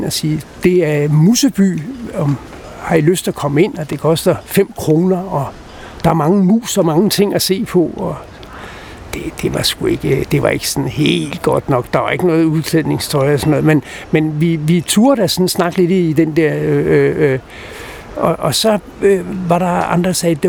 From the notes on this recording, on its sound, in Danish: Optaget på Nimb Bar, Tivoli, København.